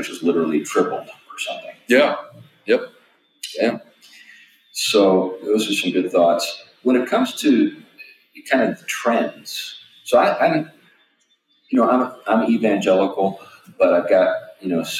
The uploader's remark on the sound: Unfortunately, we had a technical issue with the audio this time around, so forgive the poor quality there.